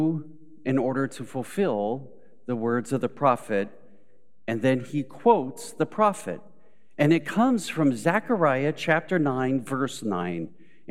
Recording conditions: large echoing room